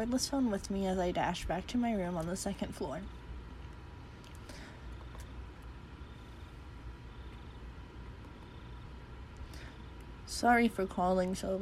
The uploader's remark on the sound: Reuploaded with the background sound